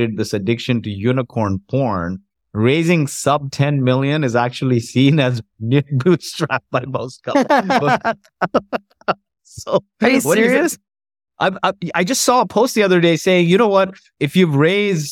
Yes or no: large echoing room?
no